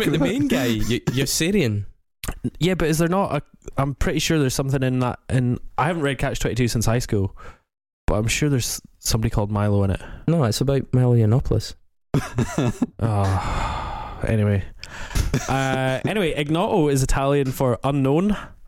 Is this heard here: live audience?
no